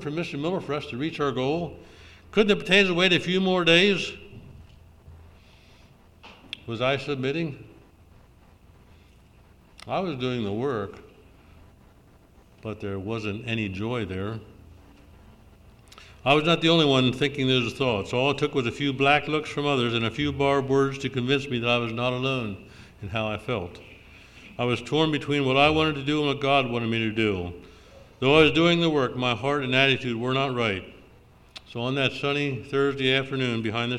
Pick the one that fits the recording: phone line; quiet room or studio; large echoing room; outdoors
large echoing room